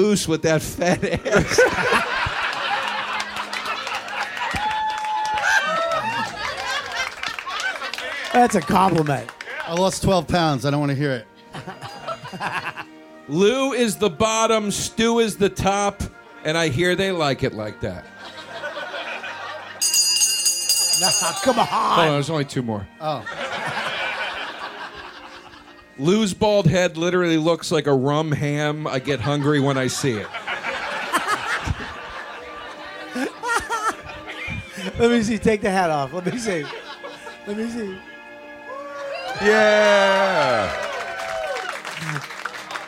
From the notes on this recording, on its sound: Recorded before a packed crowd at the world famous Village Underground in New York City!